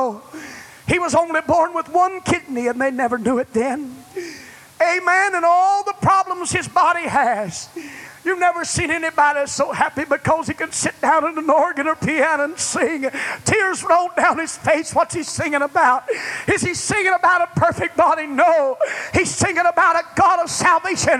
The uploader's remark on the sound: This message was delivered at First Apostolic Church January 29, 1989.